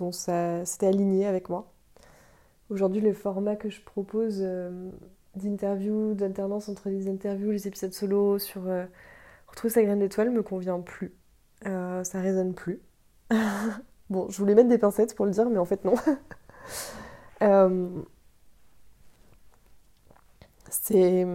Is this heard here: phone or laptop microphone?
no